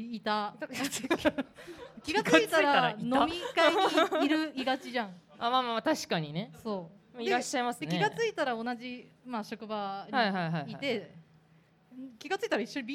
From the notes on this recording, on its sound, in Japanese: 公開収録を行いました